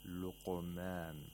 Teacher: Notice that the Qaf also has Tafkhim at a moderate level because Qaf has Sukun. It's the second lowest level, in fact.